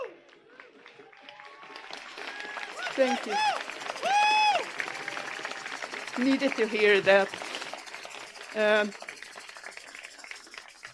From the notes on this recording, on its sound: I recorded several speakers from the 54th National Day of Mourning at Plymouth, MA on Thanksgiving Day, 2023